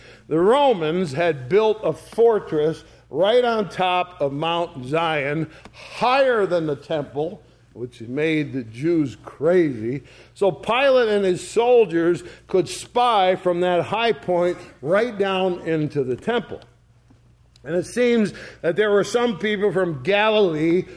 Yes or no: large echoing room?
yes